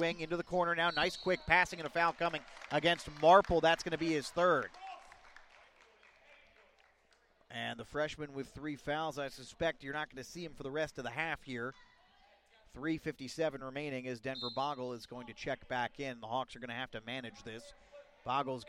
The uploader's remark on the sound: BASKETBALL LIVE